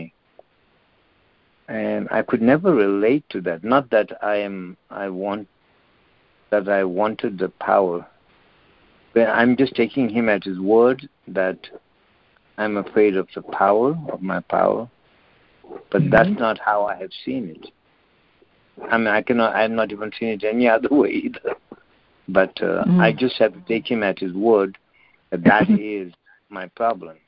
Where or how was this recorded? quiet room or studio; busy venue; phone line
phone line